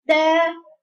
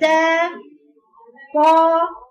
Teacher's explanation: لسانك عامل كده في التاء، بتجيب بس المخرج يعني تاء، بعدين تروح مطلعها فوق زي القوس كده عشان تجيب الطاء · Term: استعلاء واطباق